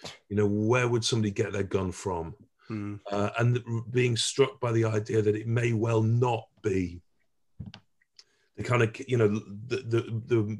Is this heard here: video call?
yes